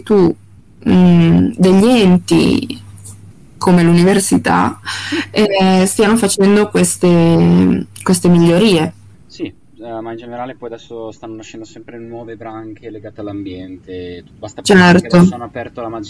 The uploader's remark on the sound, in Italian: Al di là dei problemi audio che contraddistinguono oramai il nostro podcast, e per cui ci scusiamo